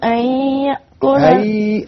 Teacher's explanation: أن يأكل هذا إضغام مقداره حركتان